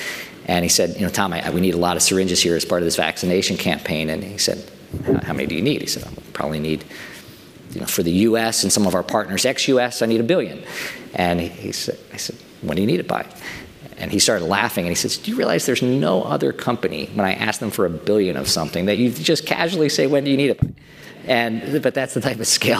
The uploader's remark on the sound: DeviceTalks Boston’s opening keynote conversation